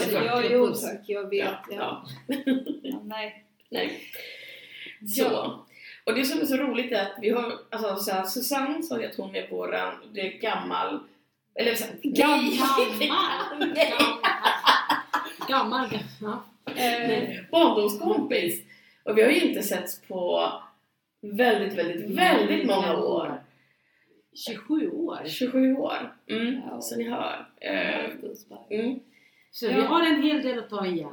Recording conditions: poor sound quality